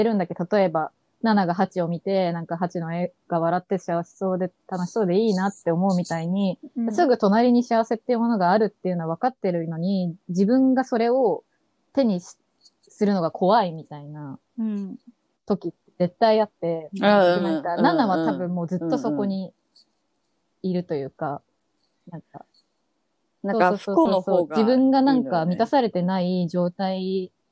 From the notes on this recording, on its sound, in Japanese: 緊急事態宣言の発出に基づき、リモート環境にて収録しております。ふだんの配信よりも聞きづらい箇所などあるかもしれませんが。